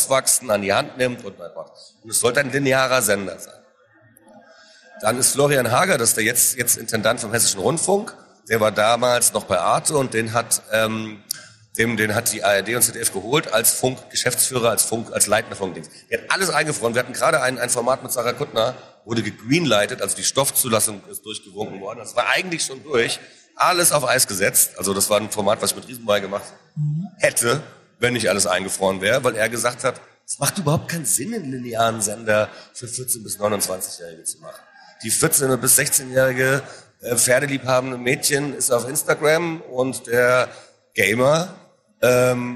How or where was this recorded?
live audience